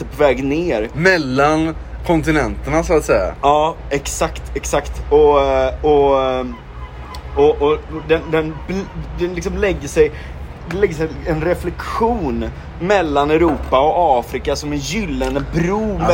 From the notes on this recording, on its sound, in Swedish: Dåligt ljud, avsnittet är inspelat på en takterass med massa pastis och cigg i kroppen och tutande bilar som bidrar till kaoset i denna episod.